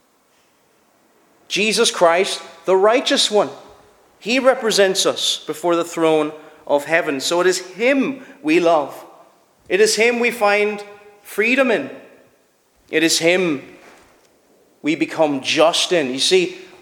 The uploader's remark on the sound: Preached at Shettleston Free Church -Continuing- during their communion season.